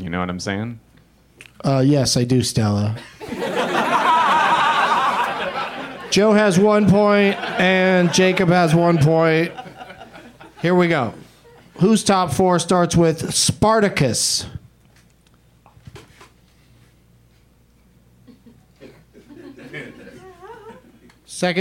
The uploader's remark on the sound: Live from the UCB Franklin